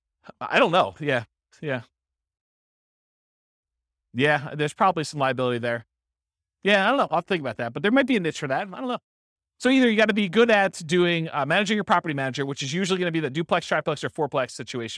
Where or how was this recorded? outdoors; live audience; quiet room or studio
live audience